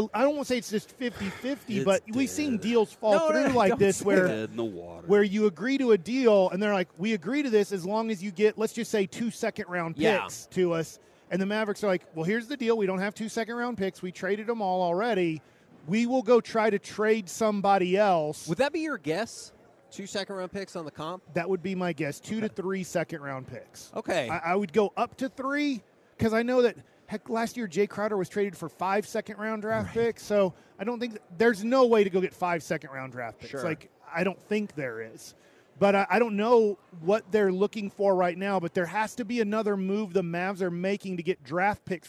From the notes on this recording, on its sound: LIVE from Radio Row in Las Vegas